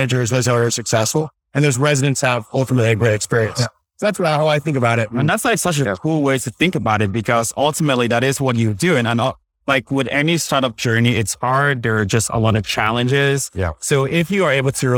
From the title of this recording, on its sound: LIVE at Optech